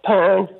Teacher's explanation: There was no D in the end of pound, was there?